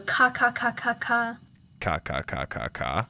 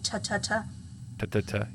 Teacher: your tongue is really far forward in your mouth, and the place where the tongue is actually touching the roof of your mouth is towards the front with the T · Shown in: second take